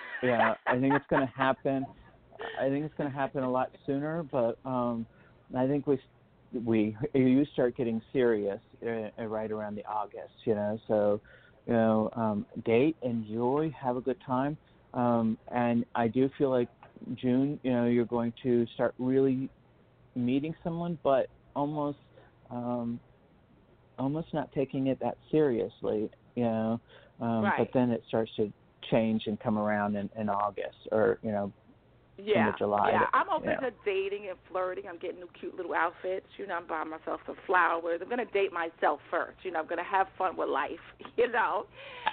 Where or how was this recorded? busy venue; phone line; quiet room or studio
phone line